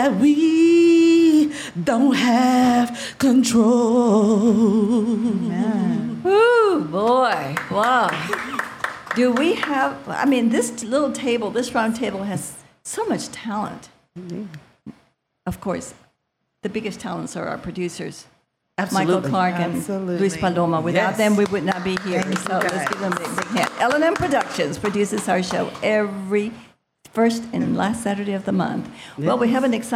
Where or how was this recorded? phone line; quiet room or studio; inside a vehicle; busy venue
busy venue